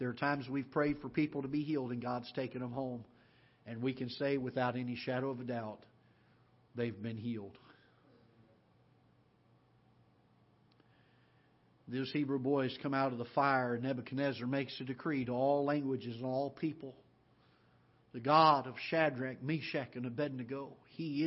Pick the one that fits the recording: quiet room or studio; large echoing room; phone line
large echoing room